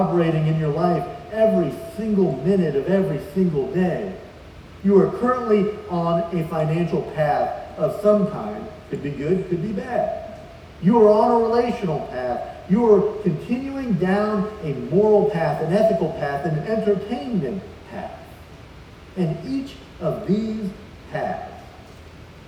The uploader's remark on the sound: Please forgive the audio quality as we had some issues with the livestream.